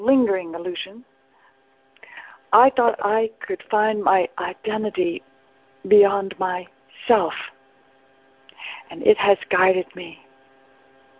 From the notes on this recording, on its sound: ACIM Daily TEXT Conference Call